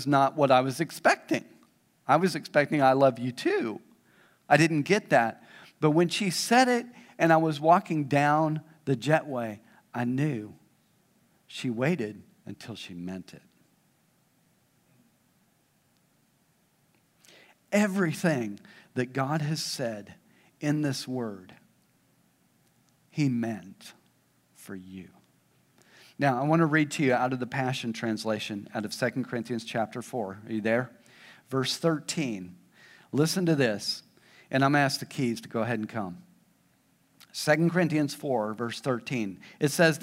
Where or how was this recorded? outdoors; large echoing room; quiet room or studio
large echoing room